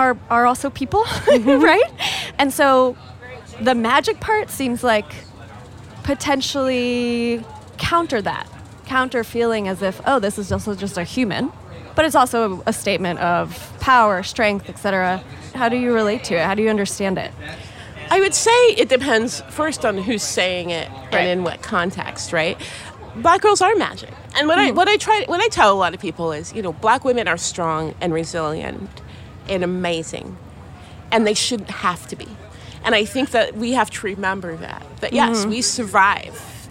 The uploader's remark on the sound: For a discussion on race in America at The Los Angeles Times Festival of Books.